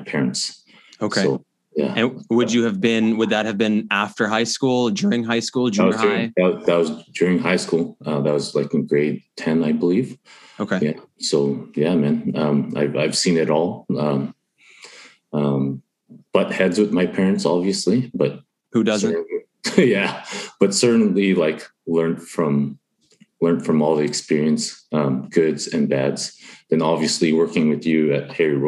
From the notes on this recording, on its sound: over the pods first zoom call